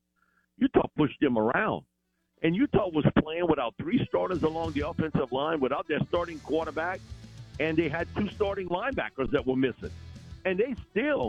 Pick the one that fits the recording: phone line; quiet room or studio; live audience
phone line